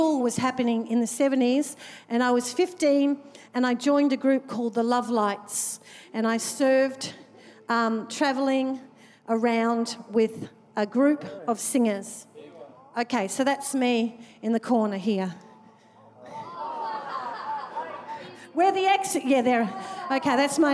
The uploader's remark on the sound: Recorded during our 9am service on Sunday, the 26th of February 2023.